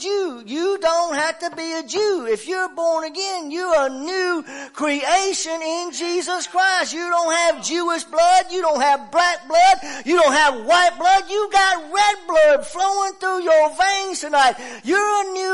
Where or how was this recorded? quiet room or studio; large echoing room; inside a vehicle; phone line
large echoing room